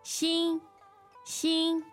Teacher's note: So first tone is that high and level tone.